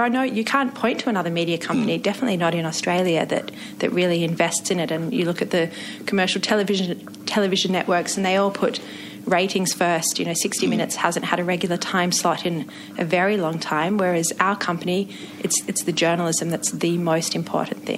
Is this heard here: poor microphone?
no